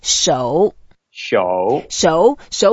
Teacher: So when we have the third tone in Chinese, we sort of make an effort. Just go down first and then up.